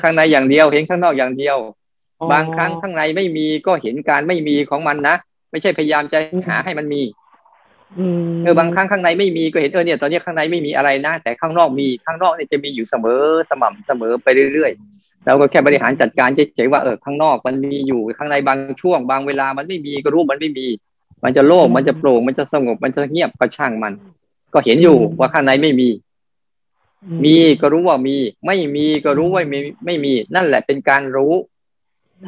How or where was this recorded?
video call